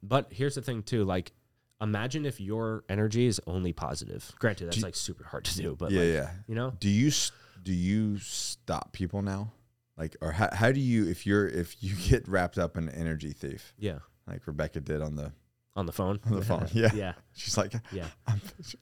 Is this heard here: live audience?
no